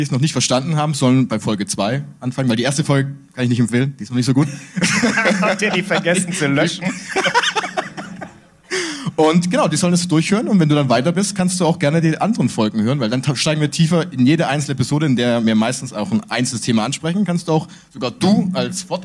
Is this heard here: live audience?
yes